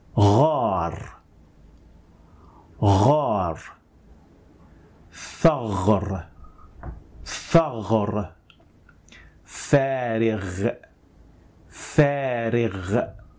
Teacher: Again, watch for the raised tongue. Watch how my tongue, the back of the tongue, is raised to produce the sound.